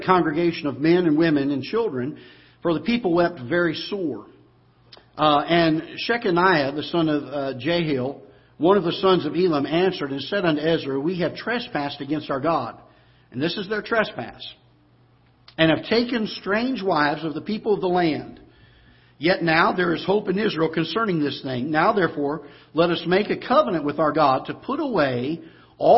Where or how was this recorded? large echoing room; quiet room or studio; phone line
large echoing room